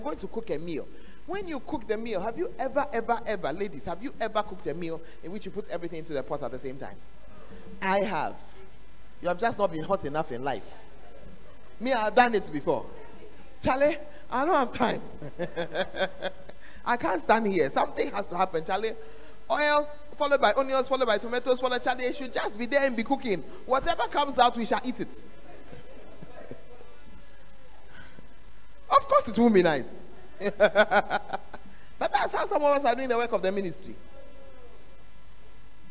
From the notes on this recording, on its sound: Preached at the Tuesday Service